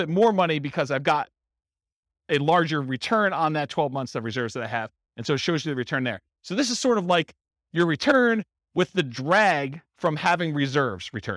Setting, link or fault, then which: setting, live audience